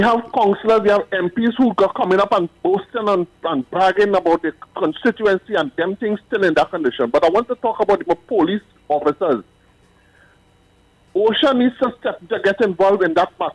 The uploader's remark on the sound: we take more calls from the audience